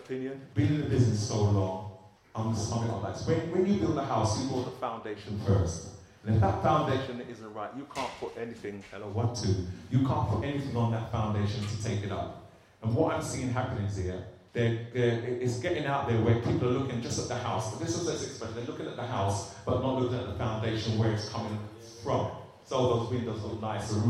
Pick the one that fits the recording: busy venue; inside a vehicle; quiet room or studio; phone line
busy venue